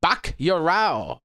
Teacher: I think there's a little bit of a rolled R in there, but I'm not really good at it.